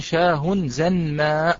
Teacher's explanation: فيظهرون النون عند الميم خوف اختلال المعنى طبعا